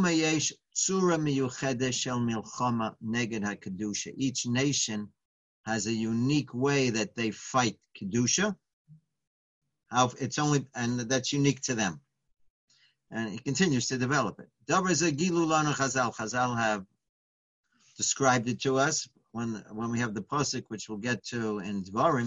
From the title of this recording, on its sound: Live On Zoom: 7-12-2020